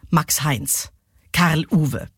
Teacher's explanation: Der Spondeus also besteht eben aus zwei betonten Silben